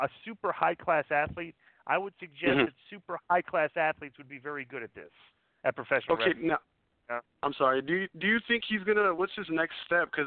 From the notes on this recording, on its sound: Call In Show